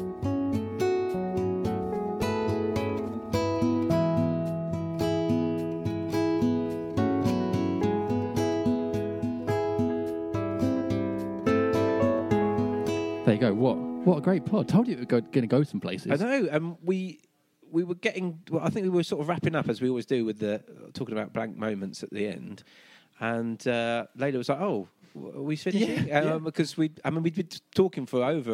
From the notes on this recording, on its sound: at Nordic Bar in central London